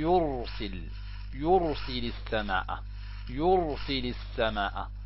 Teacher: إذن هذه الراء ما بها؟ ساكنة، قبلها حرف ما به؟ ضم، مضموم، الياء، فإذا تكون هذه الراء ما بها؟ مفخمة.